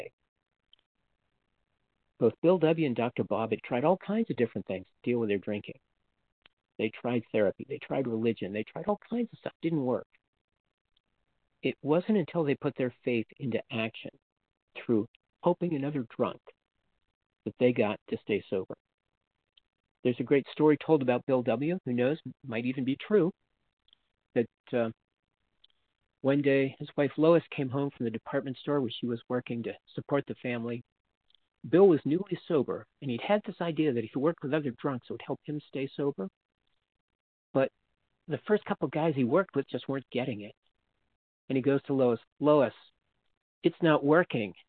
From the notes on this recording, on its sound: from the 100 Pounders Phone Meeting